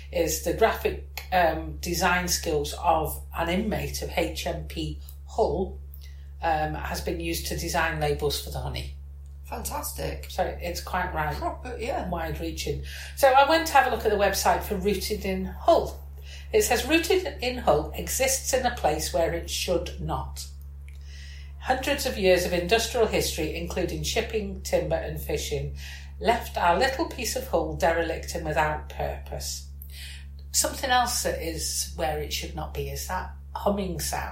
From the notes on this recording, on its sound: I did my best to remove the humming sound that appeared from nowhere. Apologies for the residual rumbling - which at least is not as loud in the podcast as it was in the room on the night.